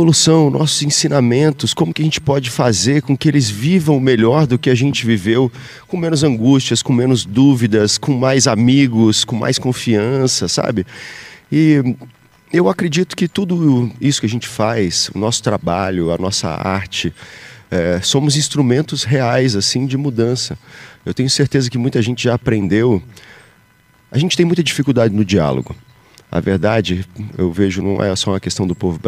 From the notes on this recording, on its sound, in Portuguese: o programa Mesa Redonda foi diretamente de Fazenda Nova, onde acontece o Espetáculo da Paixão de Cristo de Nova Jerusalém